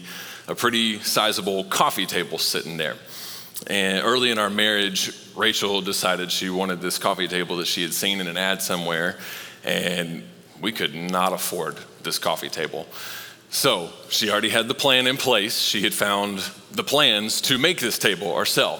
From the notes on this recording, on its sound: Recorded live at Long Hollow Church on September 12, 2023.